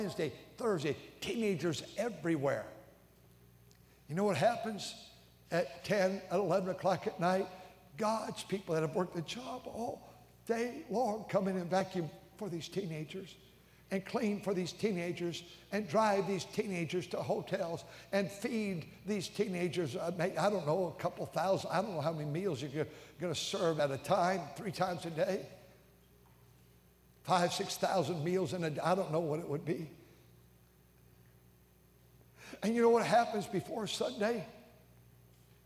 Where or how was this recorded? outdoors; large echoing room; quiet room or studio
large echoing room